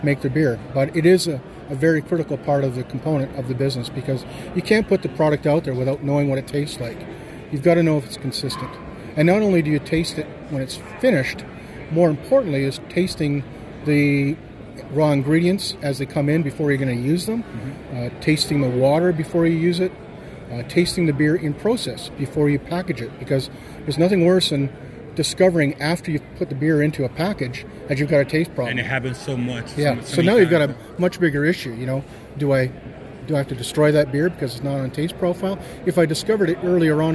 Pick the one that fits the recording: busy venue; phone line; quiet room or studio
busy venue